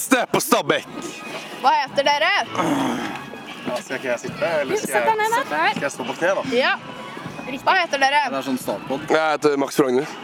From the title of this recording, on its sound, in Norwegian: Live fra skolegården